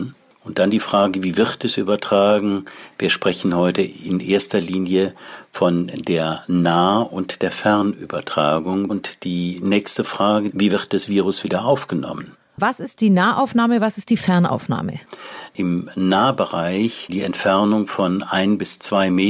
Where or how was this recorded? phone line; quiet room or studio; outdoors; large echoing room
quiet room or studio